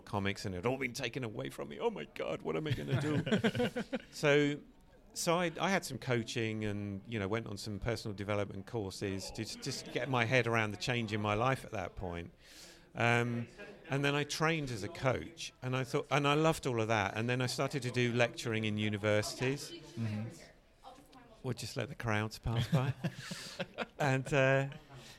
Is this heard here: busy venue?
yes